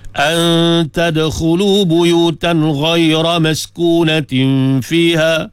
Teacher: Ta huruf ikhfa. Dibaca dengan gunnah dua harakah.